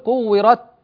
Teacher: فالكاف والتاء شديدتان مهموستان